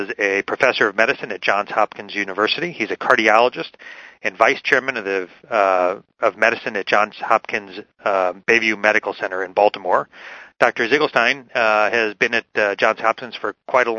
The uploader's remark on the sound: Author in the Room® Teleconference